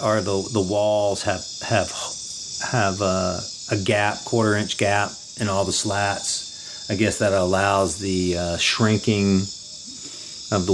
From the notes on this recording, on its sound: Recorded this episode in the Amazonian jungles of Peru at Refugio Altiplano, an Ayahuasca Retreat.